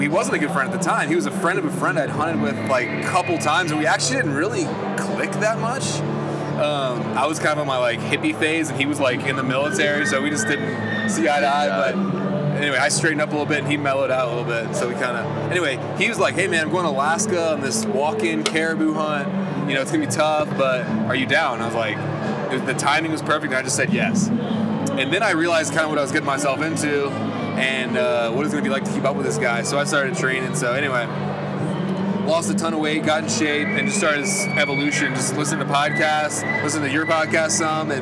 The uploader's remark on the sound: Hunt Expo Live From the Initial Ascent Mountain Dude Table. It was so good to be back at the Western Hunting and Conservation Expo in Salt Lake, recording live eps.